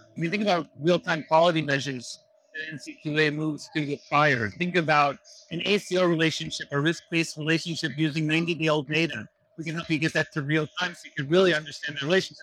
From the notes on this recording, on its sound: Today on the Conference channel, it’s an Interview in Action live from HLTH.